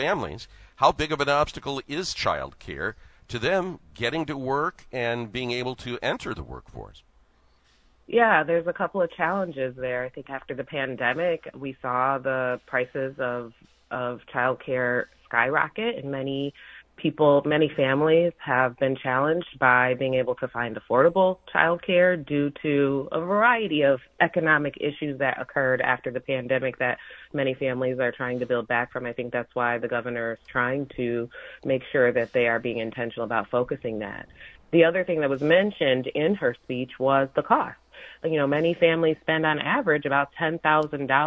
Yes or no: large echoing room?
no